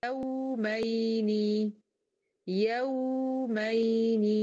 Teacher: الواو والياء دول فيهم زمن الرخاوة لأن هما لا من أجد قاتم بكت ولا من لين عمر، أهي يبقى هديهم زمن الرخاوة، يعني هطول صوتهم شوية جريان الصوت، هطول صوتهم وكمان هساوي بين زمانهم الاتنين، أخلي الواو قدها قد بعض.